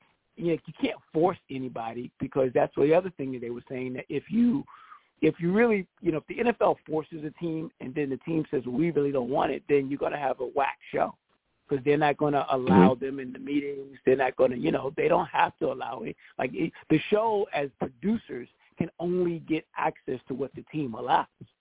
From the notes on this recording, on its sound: I take live callers!